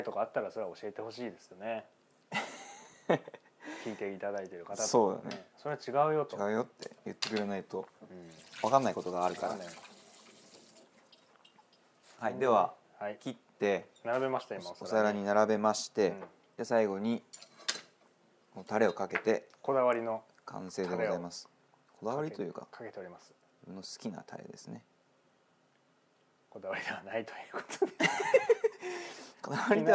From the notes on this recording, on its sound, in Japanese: 高性能マイクが咀嚼音を若干拾っております